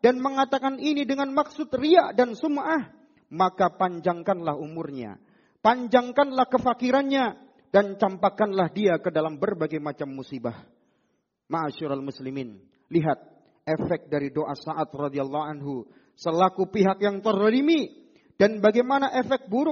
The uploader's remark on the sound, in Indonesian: Rekaman Audio Khutbah Jum'at. Di masjid Mu'adz bin Jabal.